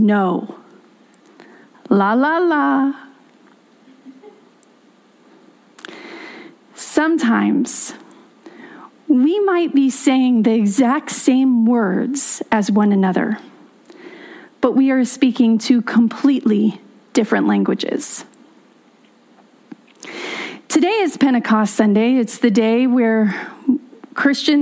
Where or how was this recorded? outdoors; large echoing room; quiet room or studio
large echoing room